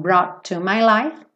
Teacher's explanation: To, e eu já junto os dois T's, isso vocês já estão experts, né? Uma palavra termina em T, outra palavra começa em T, eu não faço T duas vezes.